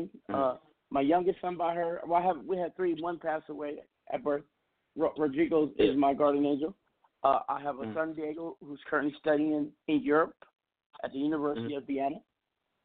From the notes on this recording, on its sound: We have invited various people to call